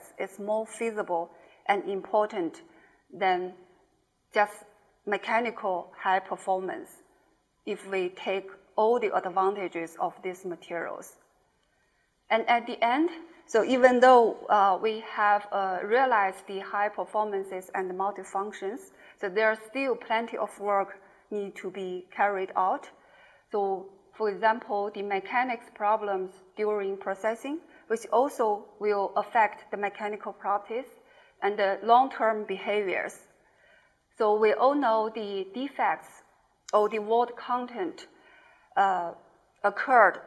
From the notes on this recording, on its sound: IFE Distinguished Visitor Lecture, recorded 26 July 2018 at QUT